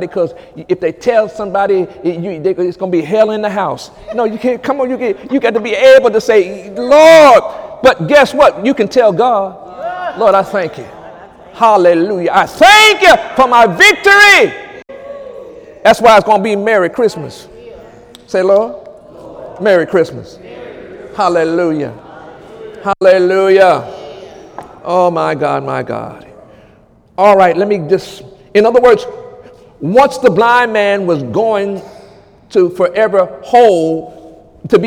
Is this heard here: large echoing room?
yes